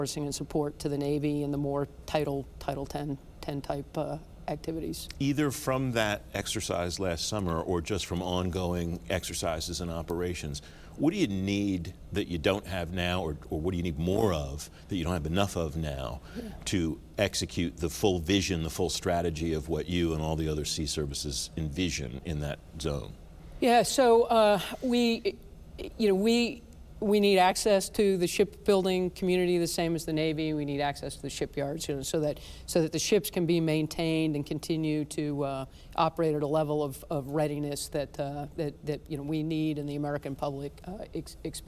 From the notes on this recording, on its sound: In a special two-part interview from the WEST 2020 conference.